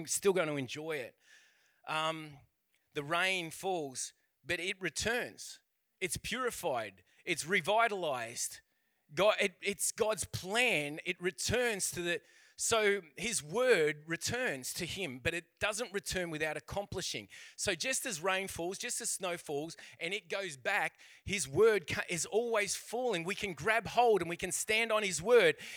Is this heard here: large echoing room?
yes